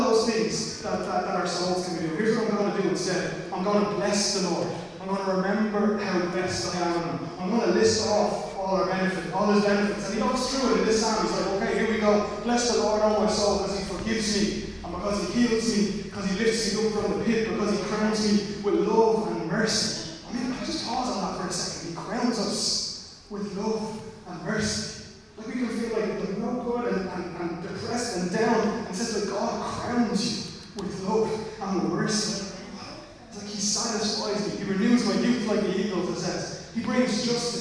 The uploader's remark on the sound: Recorded live at Liberty Church on 30 August 2020